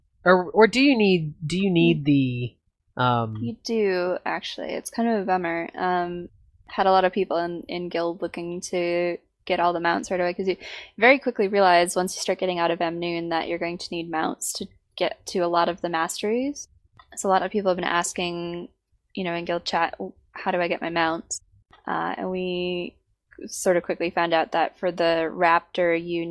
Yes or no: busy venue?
no